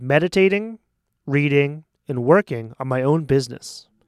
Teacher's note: when words are put in a list, like we have a 1, 2, 3, meditating, reading, and working, we tend to slow down on each part. Meditating, pause, reading, pause, and working.